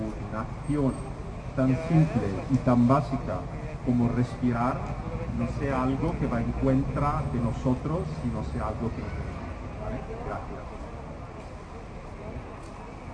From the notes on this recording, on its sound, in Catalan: Xerrada al Mercat de Pagès del dissabte 5/12/2020